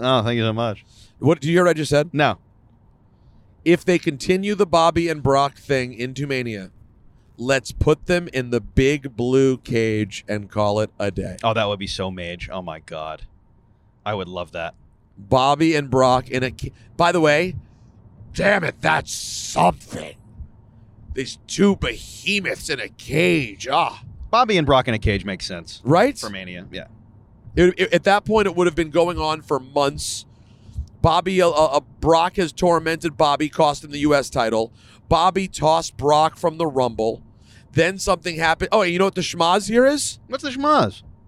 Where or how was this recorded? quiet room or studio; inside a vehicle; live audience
inside a vehicle